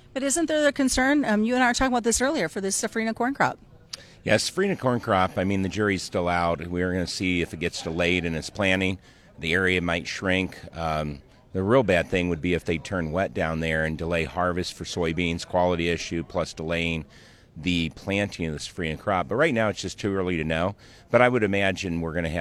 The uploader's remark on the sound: Our conversation taking place during the Water Street EDGE conference in Tucson Arizona.